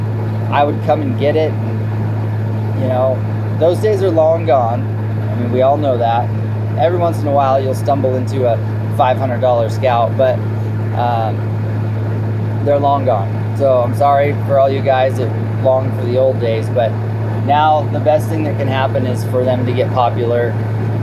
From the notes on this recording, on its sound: From the Road. While driving back home.